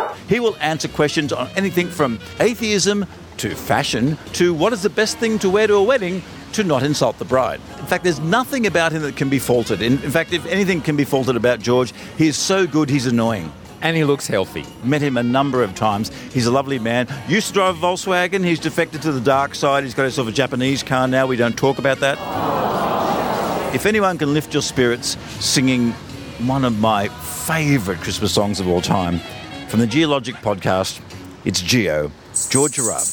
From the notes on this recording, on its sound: Xmas show from outside his local bottle shop